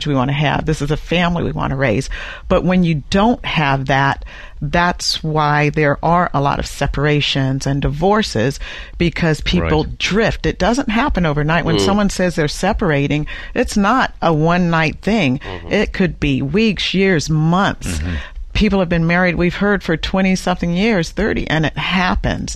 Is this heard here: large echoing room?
no